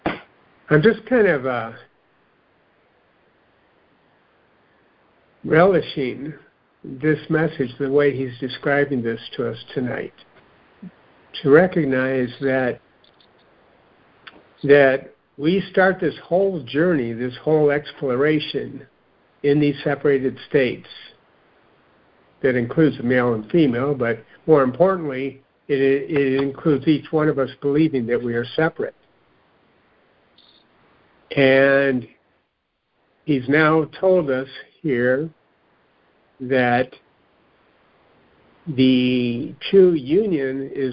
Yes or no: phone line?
yes